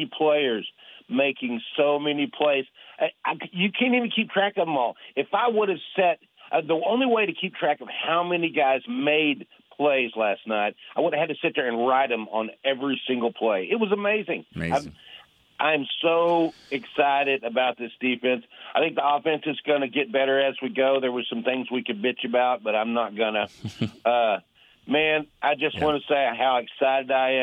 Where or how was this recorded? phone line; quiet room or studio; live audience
phone line